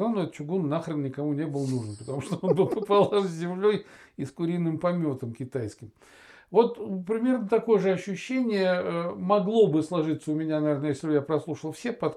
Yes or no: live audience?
no